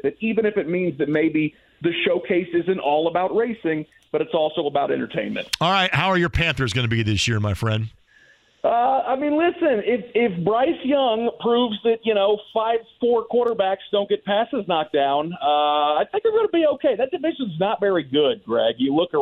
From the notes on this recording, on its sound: He takes some phone calls from listeners, including on high school football and the schedule! Opens the phone lines up and takes some calls from listeners!